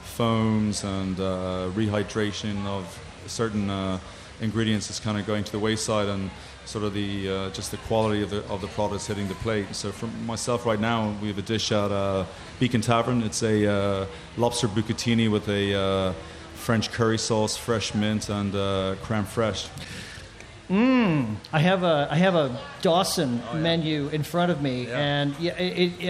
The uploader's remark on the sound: Recording live from the 2016 Taste of Chicago. Enjoy the elements and the sound of Buckingham Fountain.